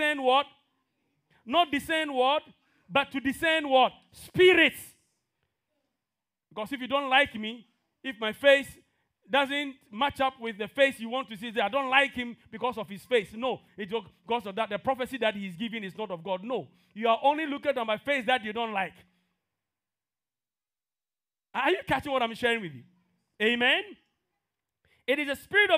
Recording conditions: large echoing room